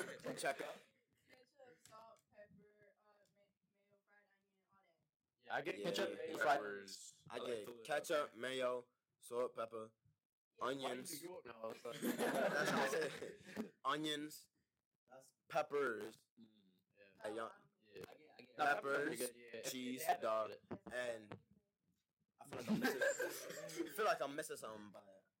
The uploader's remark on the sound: Apologies in advance for the poor mic quality as we had some technical difficulties.